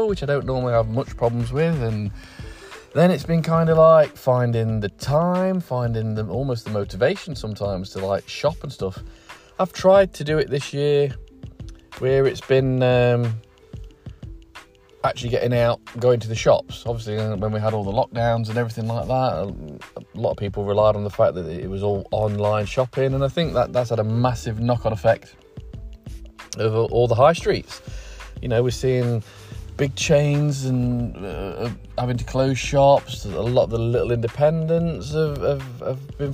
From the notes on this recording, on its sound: out in the car